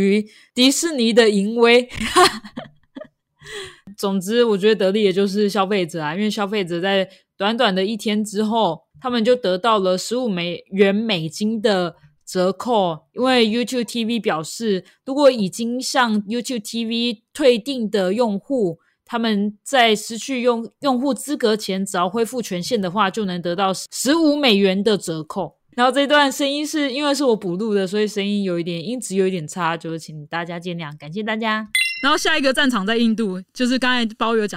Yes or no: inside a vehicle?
no